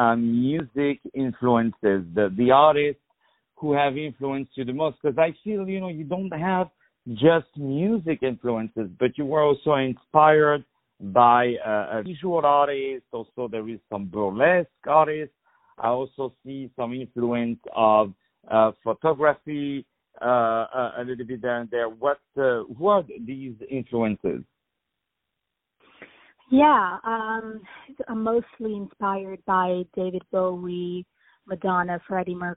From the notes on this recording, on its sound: On the phone